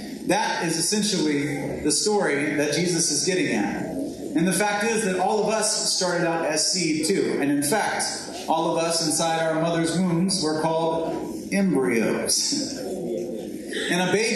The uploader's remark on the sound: This sermon has been pulled from our livestream so be aware of lower quality audio.